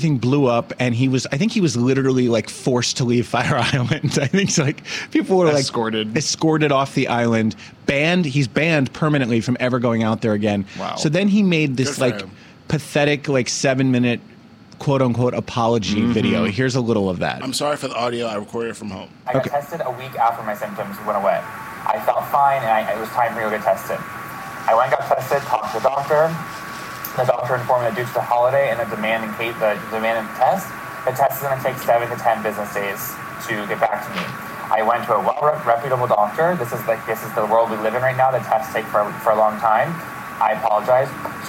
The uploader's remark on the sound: Phones in for an interview. The phone audio starts out bad and gets worse.